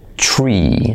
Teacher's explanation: Esa sí que es una I española, pero antes, entre la R y la I, tenemos una U.